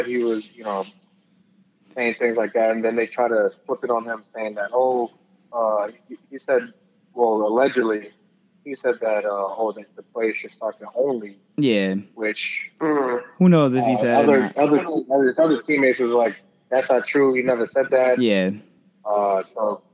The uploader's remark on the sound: on the phone line